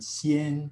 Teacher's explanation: Now, the influence I was talking about within a syllable, when this low vowel A is between an E and an N, then it's gonna raise a little bit to an E, the epsilon sound. Xin, we also see nasal influence in anticipation of the N coda, the velum's gonna lower and the vowel will have nasal resonance on it